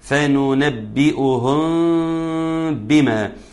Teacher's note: ميم ساكنة أتى بعدها حرف الباء، وبالتالي يكون حكمها الإخفاء